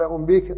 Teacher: ولذلك يصعب النطق بقوله أنبئك عنها، فأبدل الهمزة ياء، وحينئذ لأن الياء سبقتها كسرة فسكنت، لأن الضمة لا تثبت عليها، سكنت الياء فصارت مدا للباء التي قبلها قال أنبيك، لكن الهمزة سقطت وبدلت ياء، والياء لا تثبت عليها الضمة، والهمزة كانت متحركة بضمة، ونقلت وبدلت الهمزة ياء ولا تثبت الضمة على الياء، استثقلت الضمة فسكنت الياء، فإذا سكنت وقبلها كسرة لأنها تكون مدا لها.